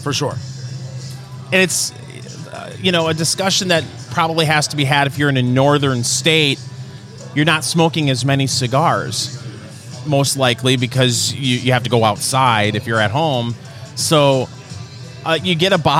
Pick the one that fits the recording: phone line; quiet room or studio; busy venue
busy venue